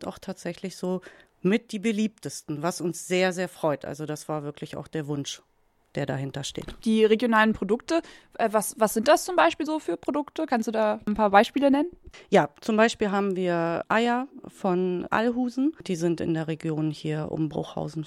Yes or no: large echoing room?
no